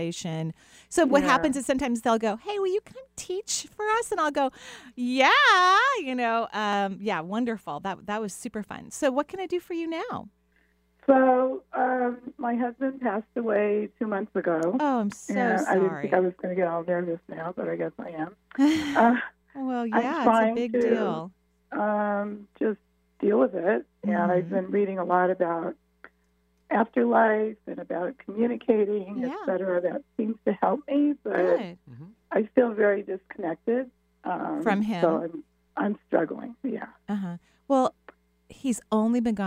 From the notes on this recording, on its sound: Enjoy this call in show.